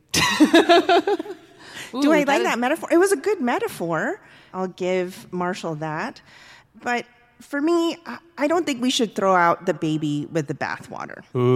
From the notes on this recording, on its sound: For our first ever live show, recorded at Atlassian's Team '23 conference in Vegas. Took to the stage to debate this thorny topic.